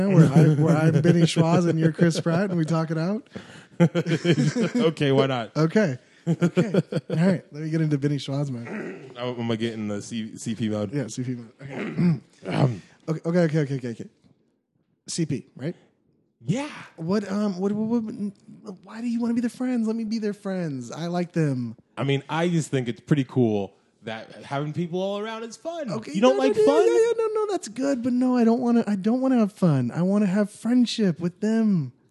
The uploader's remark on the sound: return in fine form for their first “Live” episode.